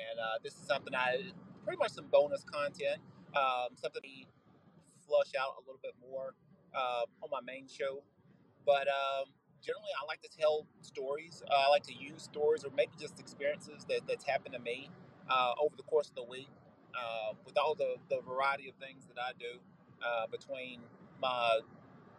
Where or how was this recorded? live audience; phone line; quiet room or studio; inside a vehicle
inside a vehicle